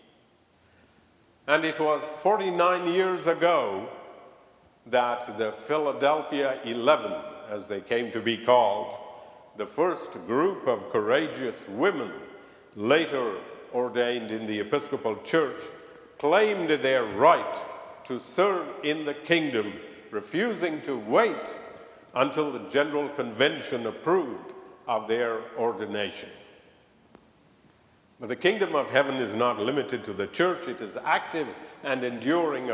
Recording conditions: large echoing room